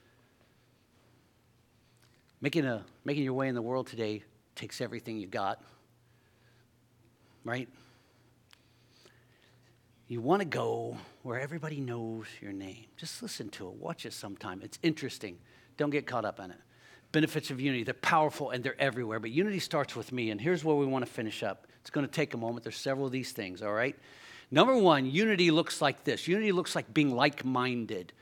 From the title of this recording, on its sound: LIVE Services at Sunshine